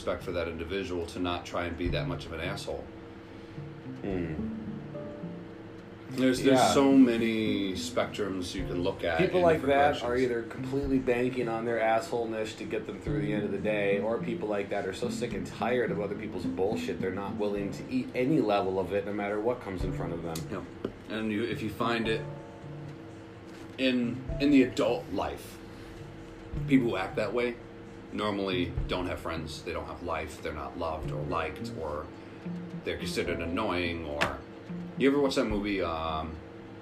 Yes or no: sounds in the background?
yes